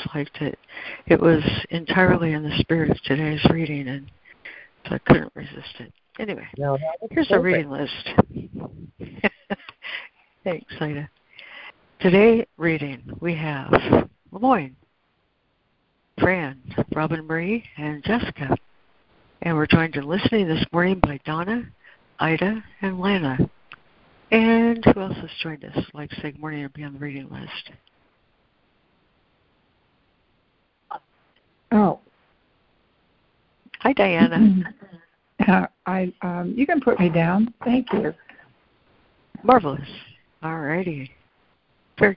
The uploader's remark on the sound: ACIM Daily Conference Call